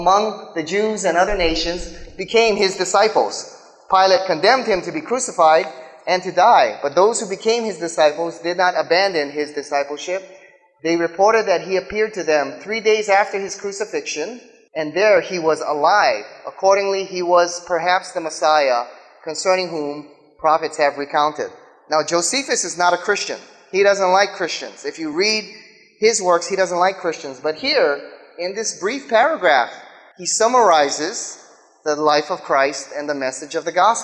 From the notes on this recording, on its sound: speaks in front of a live audience